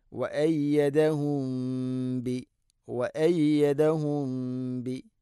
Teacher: സാക്കിനാ മീമിന് ശേഷം ബാ ഇഖ്ഫ ശഫവി, അതിനെ അവ്യക്തമാക്കി മണിക്കണം